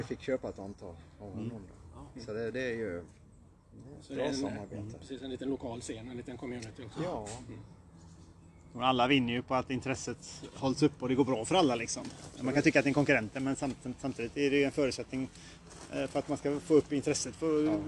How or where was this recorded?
outdoors